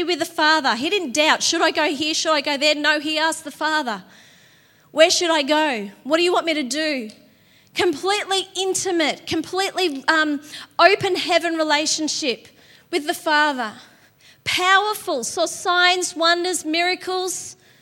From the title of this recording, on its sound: LIVE at Echo Church